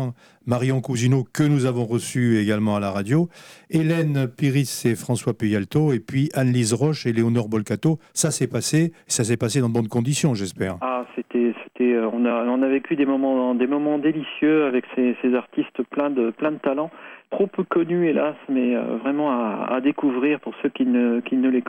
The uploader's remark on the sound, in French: En direct et sans filet ! Au Bistrot des copains, par téléphone. Festival Les originales de Morlaix et ses environs.